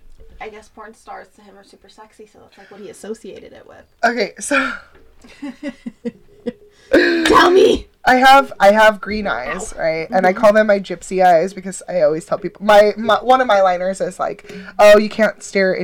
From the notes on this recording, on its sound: Now we need to figure out how to equalize our sound and not scream so loud directly by the microphones!